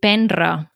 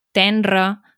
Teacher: la última R la fa sonora, vull dir, la fa com si hi hagués doble R